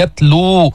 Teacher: واو ساكنة قبلها مضموم فإذا بدك تمد لابد أن تمد حركتين · Term: المد الطبيعي